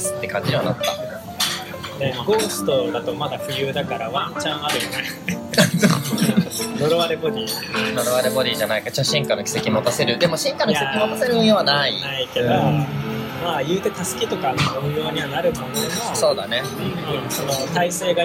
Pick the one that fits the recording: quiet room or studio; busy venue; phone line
busy venue